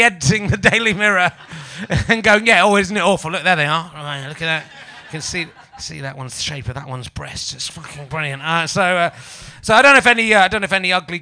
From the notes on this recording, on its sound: The audience are getting amorous with each other.